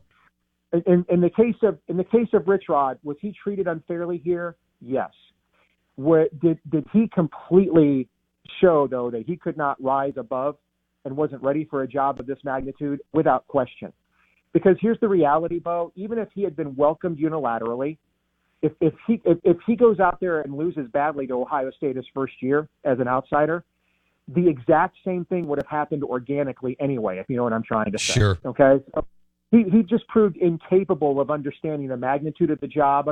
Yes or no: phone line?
yes